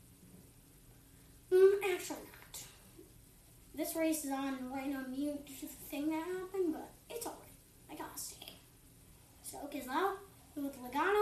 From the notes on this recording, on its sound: This took 3 tries do to a tv malfunction with its noise level which was a bit uncomfortable.